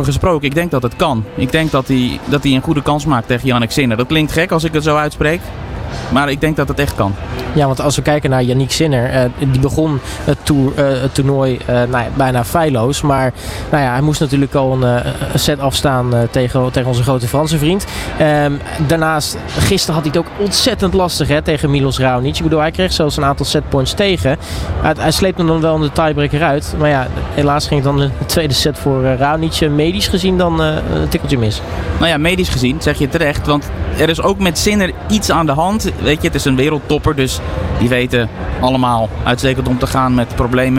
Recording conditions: busy venue